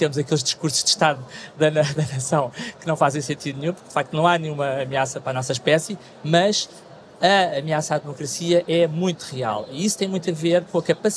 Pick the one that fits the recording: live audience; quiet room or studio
live audience